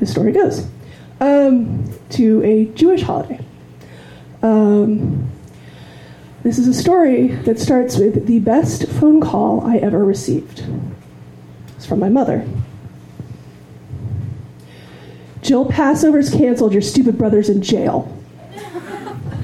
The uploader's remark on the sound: LIVE FROM GENUINE JOES